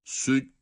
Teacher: Burada dikkat edeceğimiz hususlardan bir tanesi de şu: süccirat derken cim harfi şeddeyle okunurken önceki harften cim harfine bağlanışta, yani süc dediğimiz zaman ses orada kesiliyor. Bakınız, süccirat tutmuyoruz ama biri sakin, diğeri de harekeyle okunan iki harf okuma konumunda seslendiriyoruz.